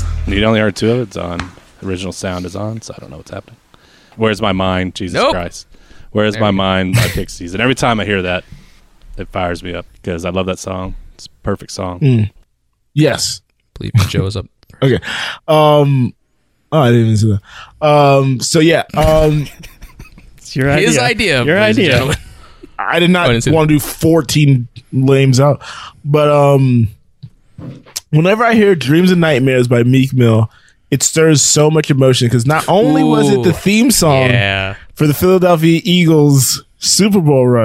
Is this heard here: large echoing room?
no